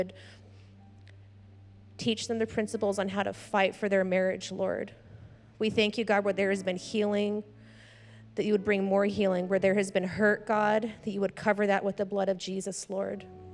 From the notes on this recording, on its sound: was preached on February 13th at the 10AM service